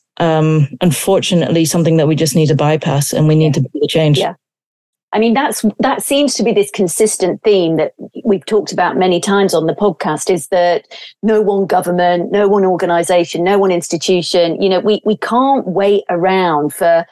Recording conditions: video call